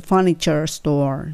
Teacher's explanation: チャーの時、チャーちゃんと R を聞かす